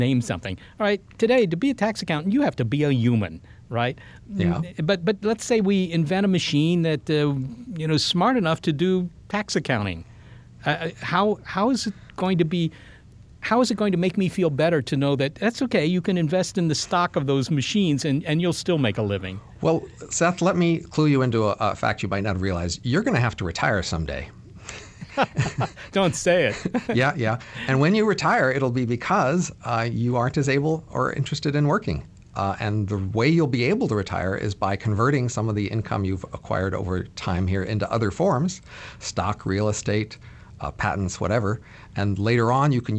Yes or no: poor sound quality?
no